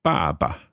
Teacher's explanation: Second one, neutral tone. The first one is fourth tone.